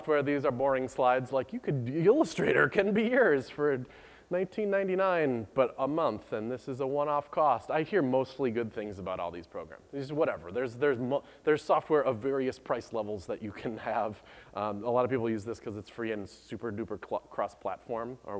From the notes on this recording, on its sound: Recorded by the Treehouse gang at BlendConf. Rather than a typical screencast, this is a video taken of my talk SVG is for Everybody recorded by the Treehouse gang at BlendConf .